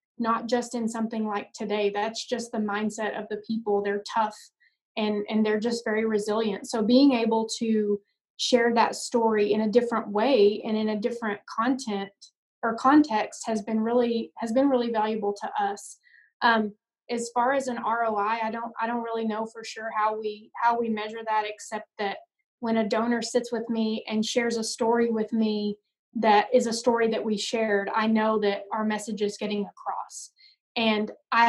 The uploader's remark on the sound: joined me for an small college AD Zoom conversation